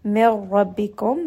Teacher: Instead, you can drop that نون and go straight to the letter را. من ربكم، را here is going to be heavy because it has a فتحة، ميم has توسط.